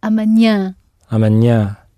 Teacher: there's no R on the end. It's a nasal sound.